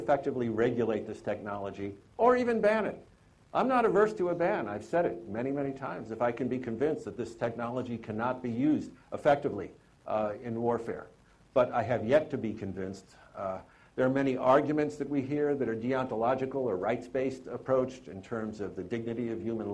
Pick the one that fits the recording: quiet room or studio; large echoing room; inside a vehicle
large echoing room